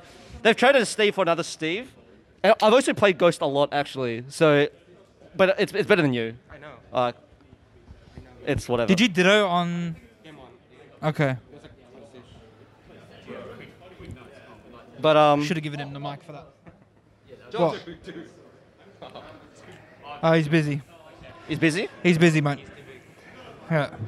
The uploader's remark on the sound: The fellas setup up a podcast at phantom. Funny goofs and gafs as people at the event walk in and out of the poddy, talking about whats happening at day 1 of Phantom 2022. The scuffed live format.